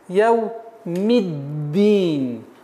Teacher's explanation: Так как даль является солнечным звуком, автоматически артикль не читается. Итого получается у нас яу миддин.